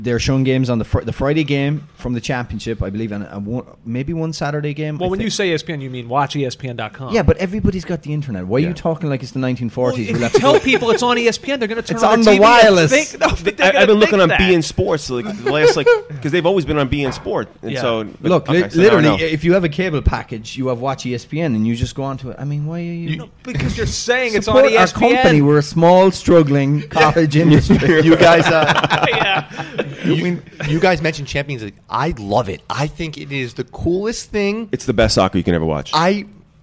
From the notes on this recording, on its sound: Join me live from Jack Demsey’s.